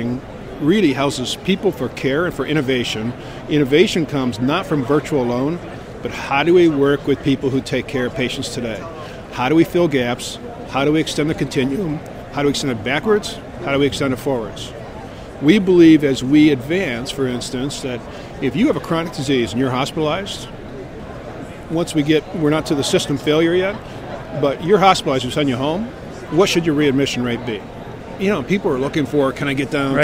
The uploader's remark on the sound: Our LIVE from ATA 2016 broadcast series from the Care Innovations booth